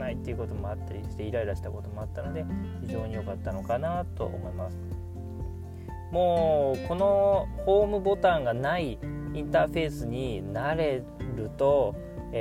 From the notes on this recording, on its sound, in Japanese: 今回は出張期間が終わってしまったので、車で収録していますので。